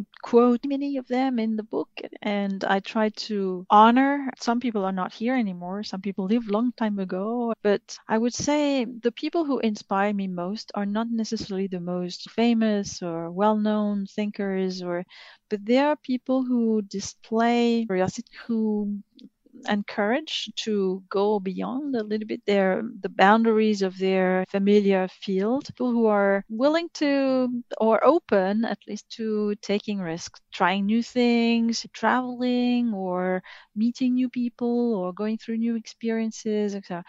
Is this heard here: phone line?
no